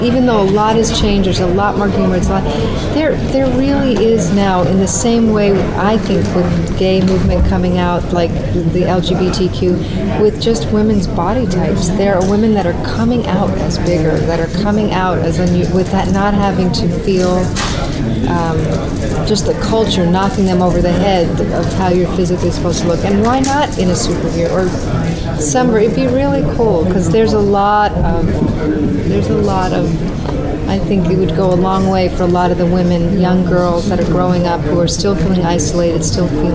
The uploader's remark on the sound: Recorded at SDCC.